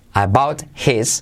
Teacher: La T se convierte de about en R suave